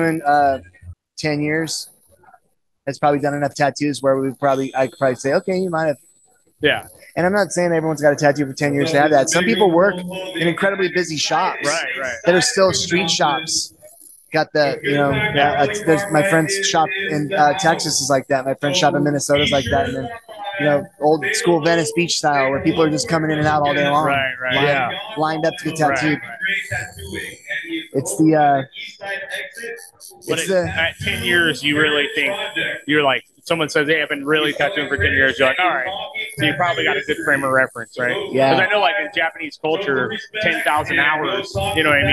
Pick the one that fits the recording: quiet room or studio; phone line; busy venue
busy venue